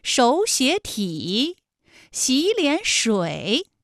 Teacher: 那演变成了前两个音节是二声，也就是35，35加35，最后一个字是214 · Term: 三声